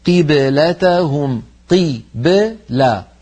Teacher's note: علينا أن نخرج الباء ساكنة غير متأثرة بالكسرة قبلها · Term: حروف قلقلة